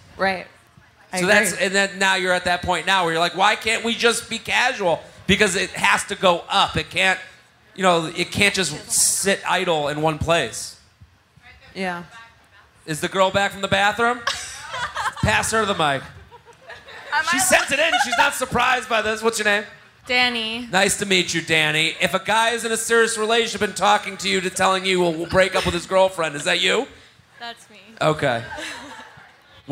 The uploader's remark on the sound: Recorded live.